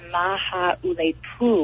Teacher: It's actually Maha'ulepu with an accent on the U.